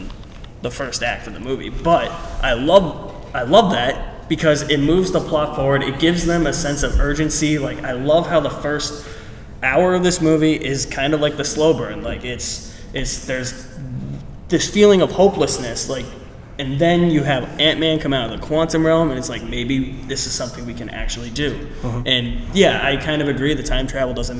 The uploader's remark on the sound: Fan Expo Boston - Cinemania World Podcast Panel. LIVE from the Fan Expo Boston Comic Con! Held a 40 minute live podcast panel during the convention.